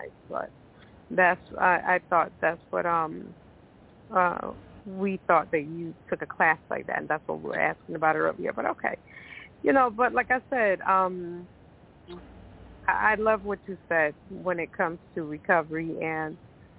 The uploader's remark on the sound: Those who call in will form a panel